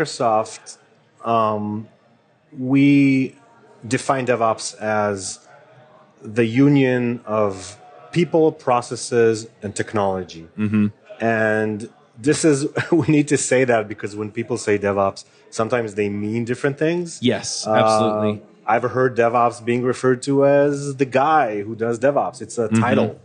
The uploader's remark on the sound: LIVE at Microsoft Build. Shure SM58 Microphone. Zoom H6.